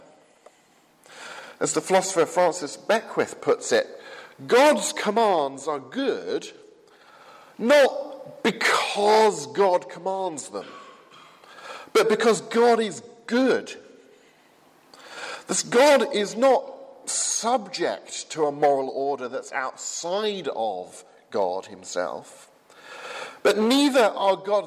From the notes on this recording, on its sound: from the 8 am service at Highfield Church Southampton, 27th September 2015.